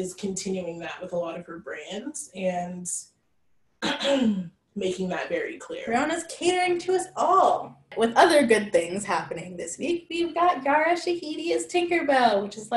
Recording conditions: poor sound quality